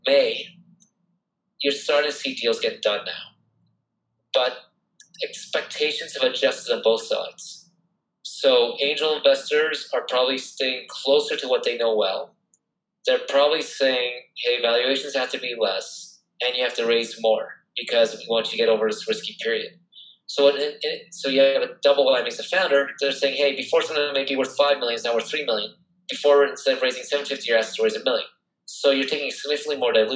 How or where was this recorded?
video call